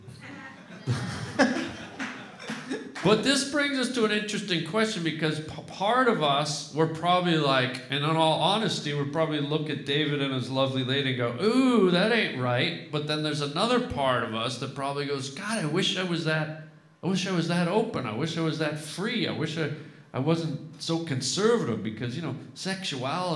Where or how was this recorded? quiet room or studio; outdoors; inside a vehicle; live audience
live audience